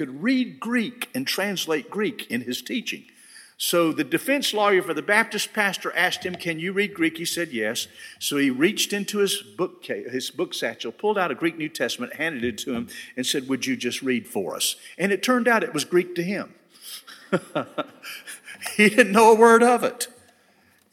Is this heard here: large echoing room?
yes